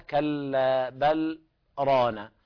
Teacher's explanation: ويستثنى من هذا الإضغام من لام بل في الراء عند حفص عن عاصم من طريق الشاطبية، وذلك لأن حفص رحمه الله تعالى يقرأ بالسكت على لام بل رانا في قوله تعالى كلا بل رانا، والسكت هنا واجب لحفص.